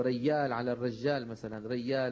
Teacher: إبدال الجيم ياء كما هو منتشر في الكويت وفي شرق الجزيرة العربية السواحل